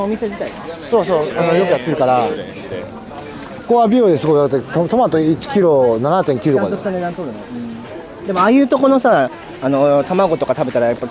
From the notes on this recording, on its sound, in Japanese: Kottbusser Torのフリマで食べ歩きしながら雑談したよ。KottBusser Torで毎週金曜日に行なわれているフリーマーケット。現地を歩きながら、その様子や雰囲気をレポートしました。